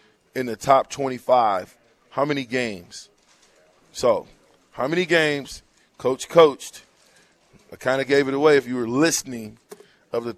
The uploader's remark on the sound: Live from WingStop